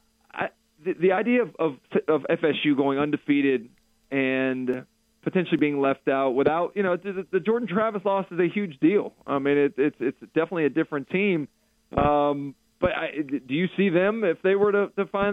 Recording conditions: phone line